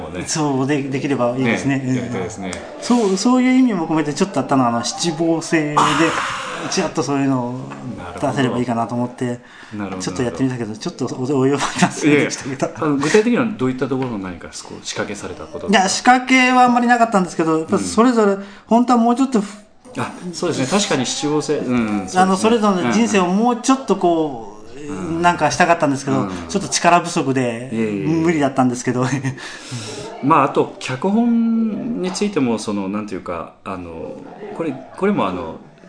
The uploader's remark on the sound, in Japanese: 第32回公演「ミスター・ムーンライト」の客演の方々との飲み会時に収録させていただきました録音です。